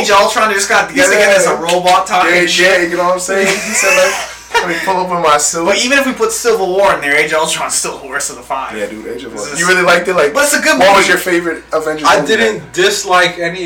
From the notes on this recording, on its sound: Firstly I want to apologize for the audio. I'm not sure why it sounds like we used a potato to record this. It gets better towards the end.